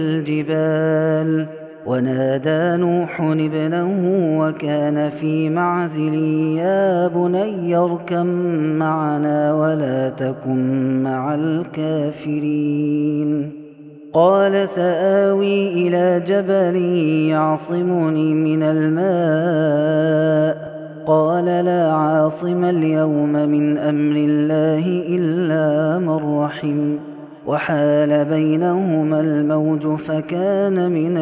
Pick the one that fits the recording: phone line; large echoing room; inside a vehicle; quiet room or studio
large echoing room